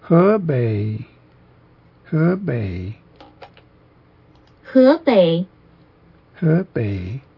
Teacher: It's this bowl-shaped accent, which comes down and goes up in the Chinese, so it's as a pitch indicator. But the E, the first vowel, he, is upward or ascending in pitch